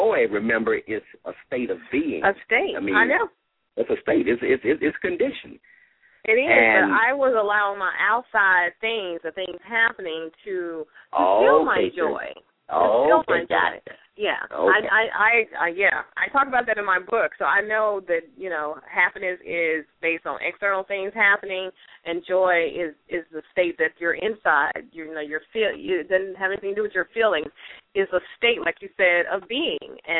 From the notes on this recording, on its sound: LML uses a progressive live call in format.